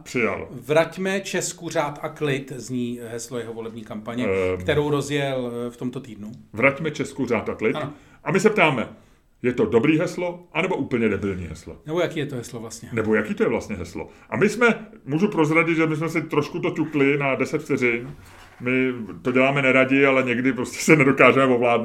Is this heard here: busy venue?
no